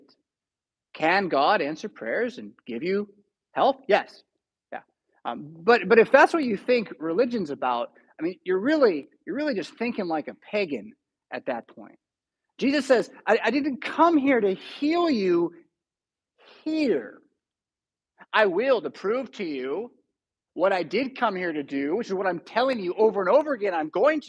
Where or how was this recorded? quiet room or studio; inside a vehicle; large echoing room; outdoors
large echoing room